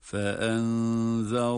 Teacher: zel harfi ince ama ra kalın